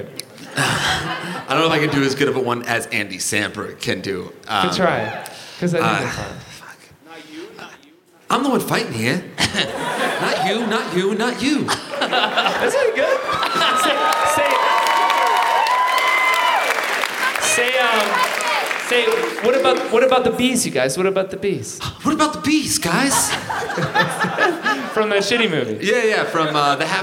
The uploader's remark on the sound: Live at MacEwan Hall in Calgary!